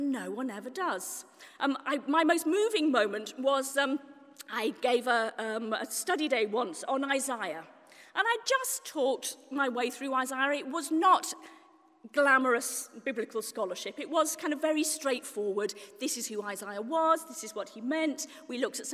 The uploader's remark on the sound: This month saw 500 people attend the first-ever Festival of Preaching in Oxford, organised by Canterbury Press and the Church Times. Talk at the Festival.